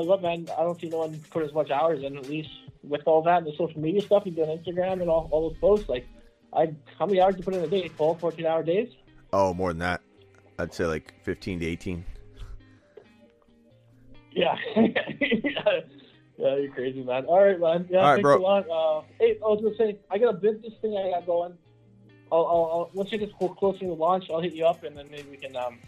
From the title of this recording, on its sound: Fantasy Football Phone Calls